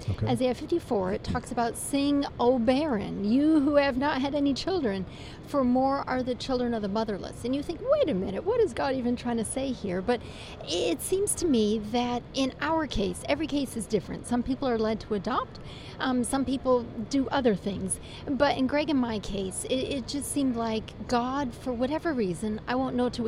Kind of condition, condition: setting, busy venue